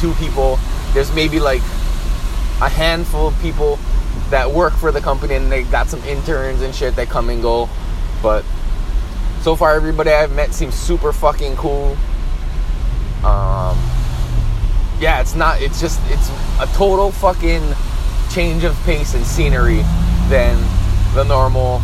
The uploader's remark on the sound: Back to the grind means back in the mobile podcast studio. Here's another SOLOcast, recorded on my way to work.